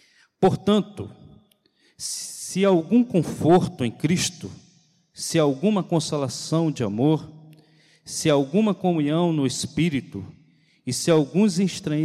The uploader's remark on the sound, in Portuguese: CULTO DE LOUVOR E PALAVRA AO VIVO